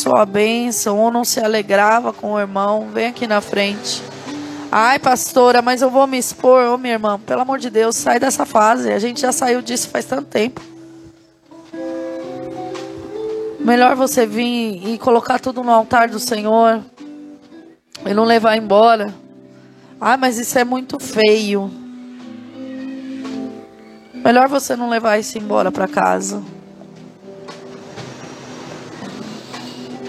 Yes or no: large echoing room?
yes